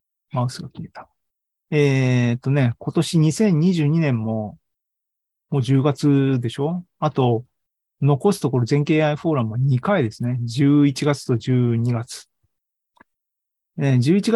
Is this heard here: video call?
yes